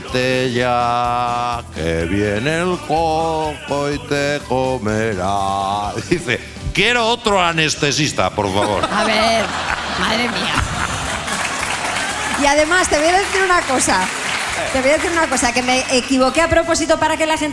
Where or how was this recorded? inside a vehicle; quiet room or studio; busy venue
busy venue